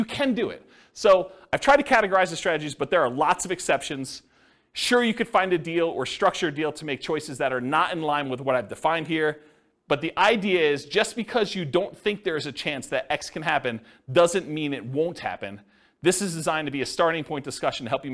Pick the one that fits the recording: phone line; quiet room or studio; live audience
live audience